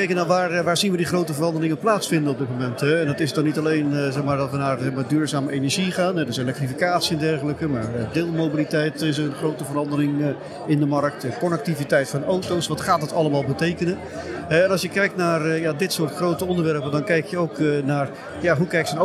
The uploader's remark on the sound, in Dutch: Live vanaf de RAI Mobility Shift